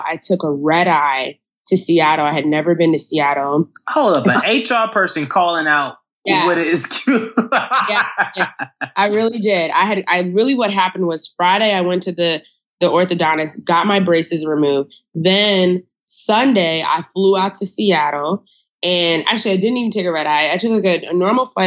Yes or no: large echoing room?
no